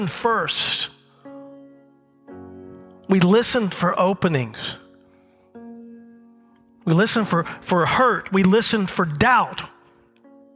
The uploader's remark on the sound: The message recorded live at Covenant.